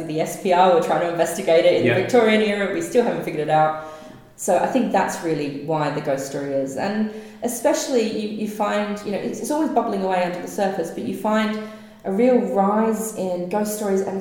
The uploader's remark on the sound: Interviews recorded live at the UK Ghost Story Festival in Derby.